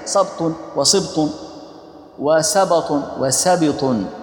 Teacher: فتح الباء وكسرها لغتان مشهورتان، ويجوز إسكان الباء مع كسر السين وفتحها، صبط وصبط وسبط وسبط، كل هذا جائز جزاك الله خيرا.